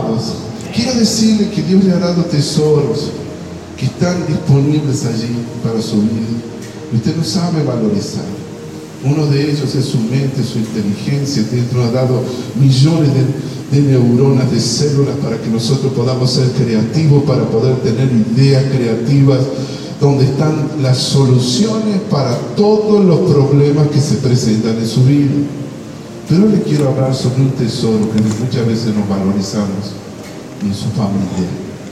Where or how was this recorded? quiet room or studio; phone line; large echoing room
large echoing room